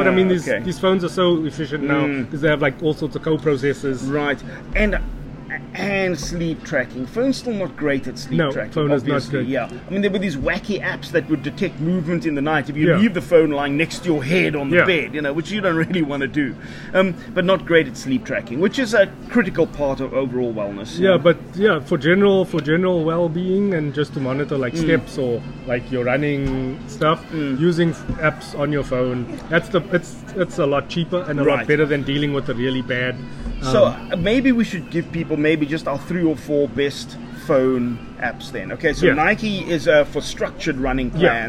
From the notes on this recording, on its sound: Cincinnati Spur, Howard Centre, Pinelands. Mixed on LG G7 ThinQ Recorded on iPad Mini 5 + Boya shotgun mic.